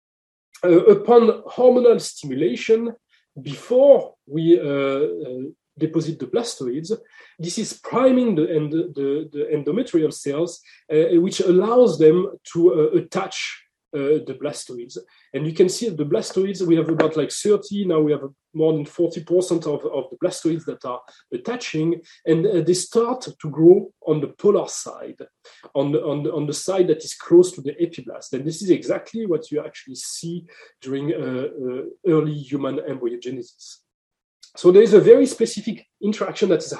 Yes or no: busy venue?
no